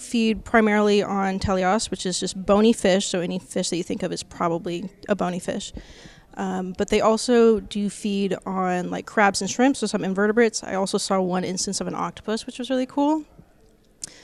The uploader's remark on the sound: This episode of BioScience Talks was recorded on location at the Joint Meeting of Ichthyologists and Herpetologists in Norfolk, Virginia, and features a range of presenters and organizers.